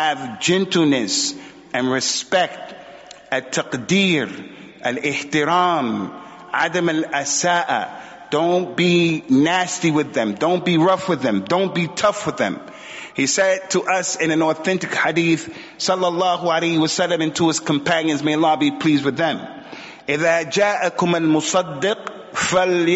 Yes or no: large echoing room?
yes